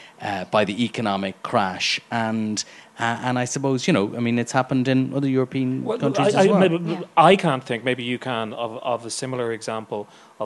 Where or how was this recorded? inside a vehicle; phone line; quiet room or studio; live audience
live audience